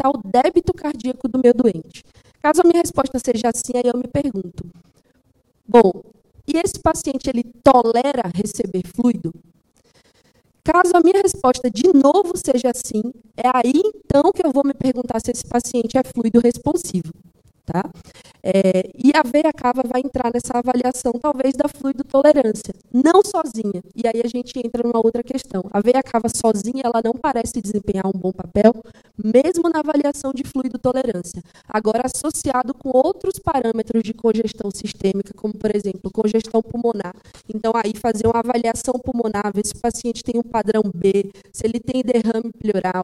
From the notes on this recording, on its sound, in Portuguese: Gravado ao vivo no Congresso de Emergência USP.